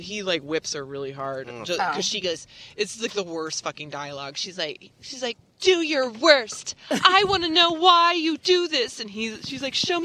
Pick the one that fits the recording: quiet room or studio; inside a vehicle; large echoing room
inside a vehicle